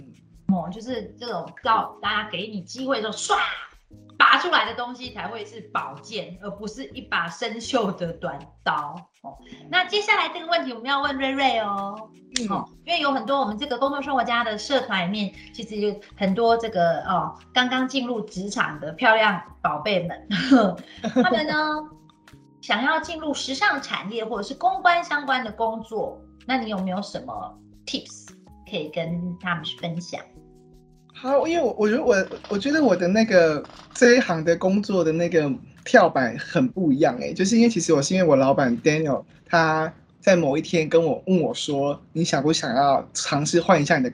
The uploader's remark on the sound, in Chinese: 本集節目全程使用 Microsoft Teams 遠距錄音